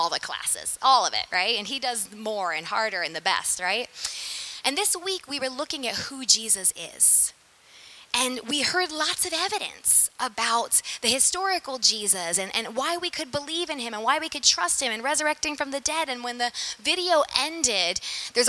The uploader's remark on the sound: Sermon preached at St Peter the Fisherman, NSB on 19FEB2023.